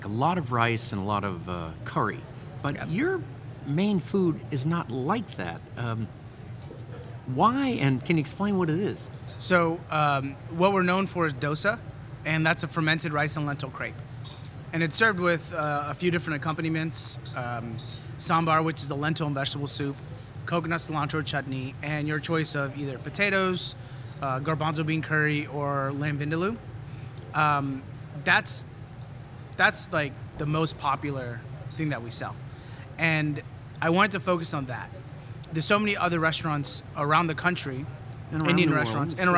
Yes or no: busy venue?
yes